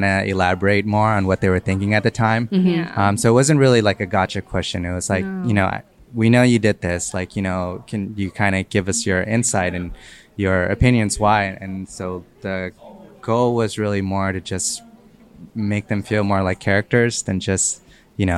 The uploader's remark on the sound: Live broadcast from the SFFilm Festival's filmmakers lounge. In this live interview.